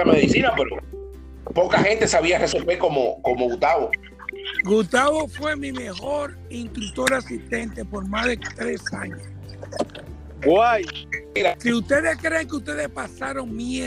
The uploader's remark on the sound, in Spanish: Es el encuentro virtual de una generación de Instructores. Por ellos se conservo el audio original sin cortes y preservar ese primer encuentro virtual.